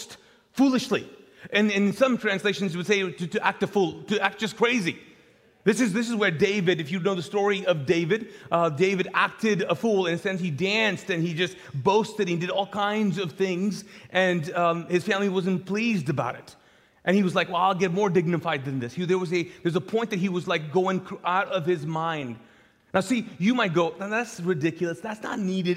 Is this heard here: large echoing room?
yes